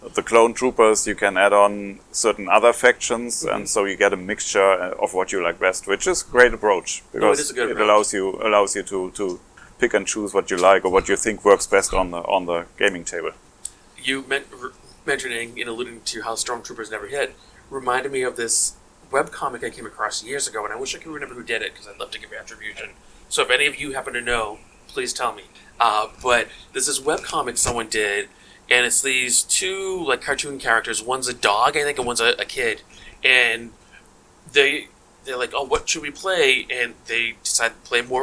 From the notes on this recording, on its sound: This is the second of two live episodes recorded at TotalCon 2023.